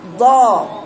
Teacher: لو قلتي ضا ده قدام يبقى انت قراتي دال مفخمه، لكن انا بقرا ضا الصوت ورا فوق ضا. فخلي بالك من النقطه دي، الانفتاح بيبقى الصوت اللسان ايه منفتح عن الحنك الاعلى عند النطق بالحرف، زي ما قرانا قبل كده الحرف السماء او اللي هي الكلمات او الايات اللي قراناها.